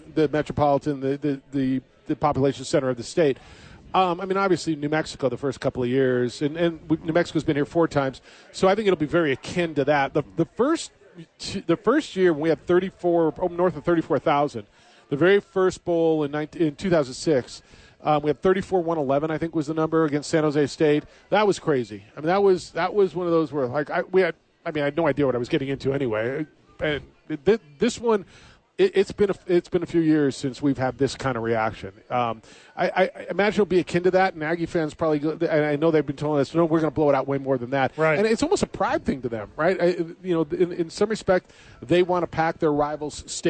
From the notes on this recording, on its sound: live at Howies!